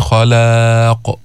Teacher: خلاق تفخيم بالخاء وبالقاف لما نوقف على القاف، بس اللام ما فيها تفخيم هون. من خلاق، لا تقول خلاق تنحو نحو الإمالة، ولا تقول خلاق وتفخم اللام، وسط اعتدال.